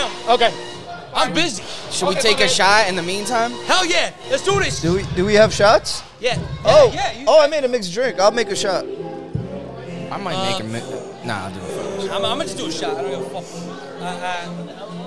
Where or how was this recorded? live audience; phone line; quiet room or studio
live audience